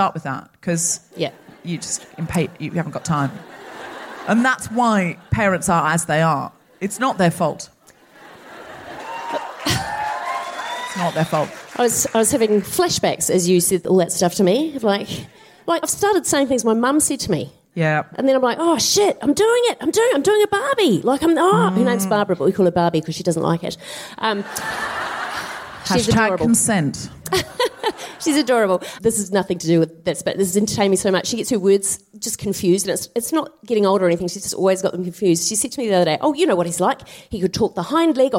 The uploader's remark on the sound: Recorded 21 February 2020 at the Q Theatre in Auckland.